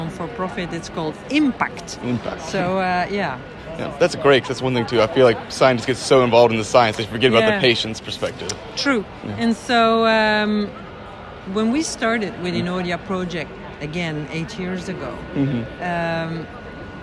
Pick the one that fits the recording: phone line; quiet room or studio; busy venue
busy venue